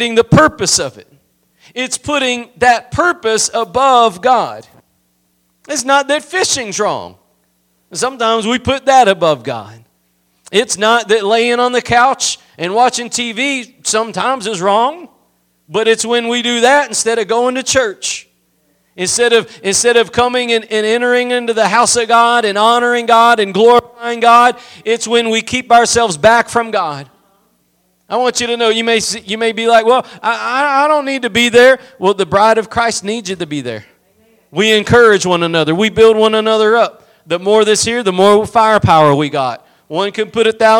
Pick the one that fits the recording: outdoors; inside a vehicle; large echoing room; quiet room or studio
large echoing room